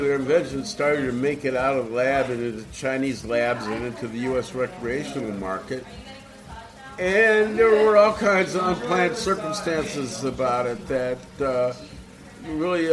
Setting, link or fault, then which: setting, busy venue